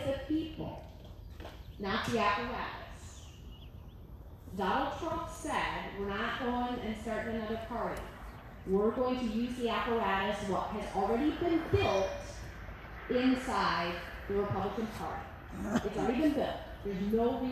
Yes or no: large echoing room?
yes